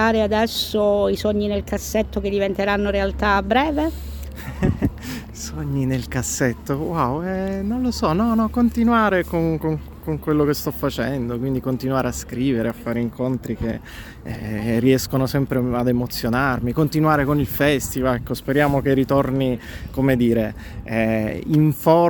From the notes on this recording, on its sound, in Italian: Siamo al B-Book Festival di Cosenza.